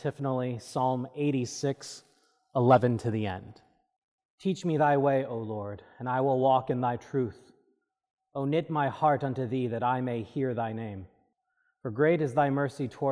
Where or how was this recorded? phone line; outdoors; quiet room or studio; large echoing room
large echoing room